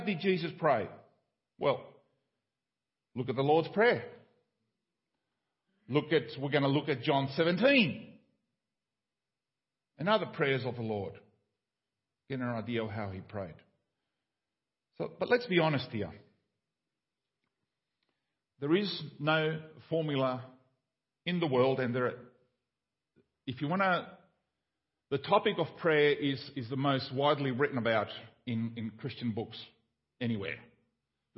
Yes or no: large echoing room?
yes